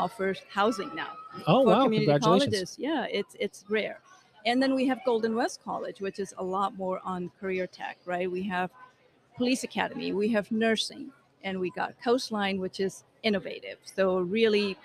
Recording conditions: busy venue